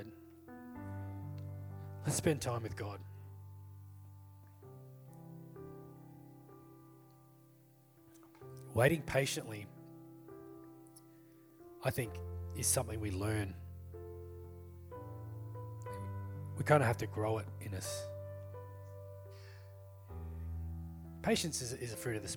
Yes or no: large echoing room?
yes